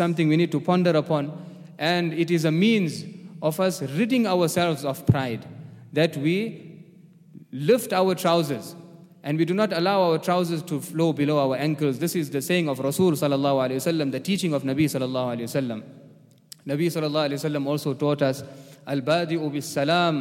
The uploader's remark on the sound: at the Houghton Masjid (West Street)